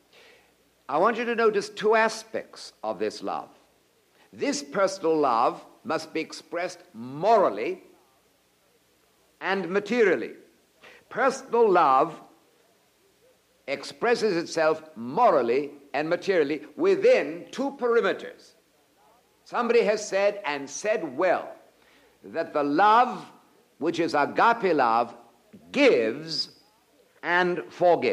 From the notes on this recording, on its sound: presented at Moody Keswick Bible Conference 1984